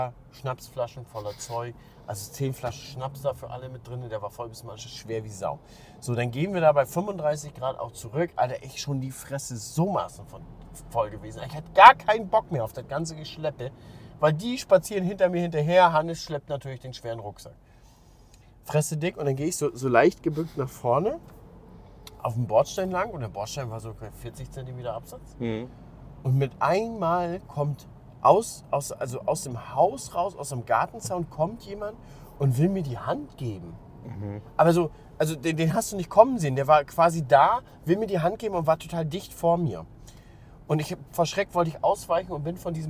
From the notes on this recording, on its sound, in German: auf dem Heimweg haben sie den Podcast zusammen im Auto aufgenommen